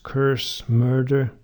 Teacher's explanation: the nurse vowel in words like curse, murder, has an R in it in American accents